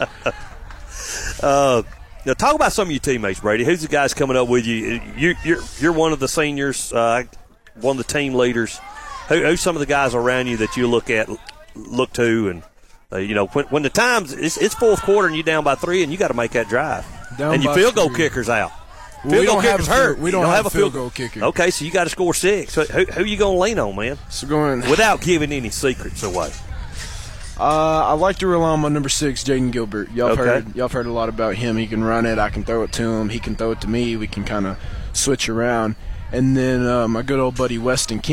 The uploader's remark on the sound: Live from the Clements Lift-a-Thon